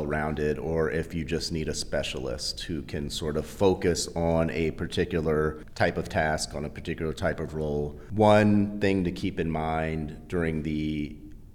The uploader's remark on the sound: recorded at the firm’s national Workplace Strategies seminar